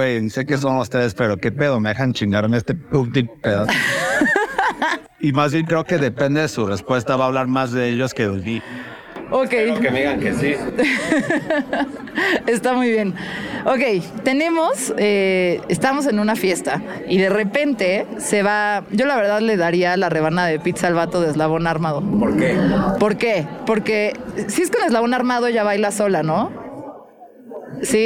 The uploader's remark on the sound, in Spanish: Me invitaron a grabar Mezclas Abruptas desde el Festival Arre. Es un festival de Regional Mexicano.